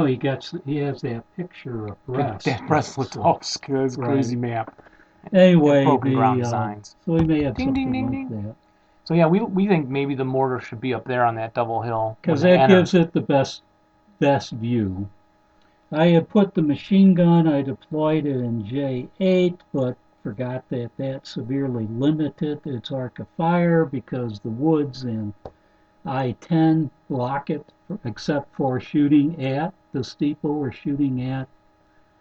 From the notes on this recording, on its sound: This is a collection of recordings we have made throughout 2017 and never used in an episode. There also is quite an inconsistent sound quality due to the variety of recording sources.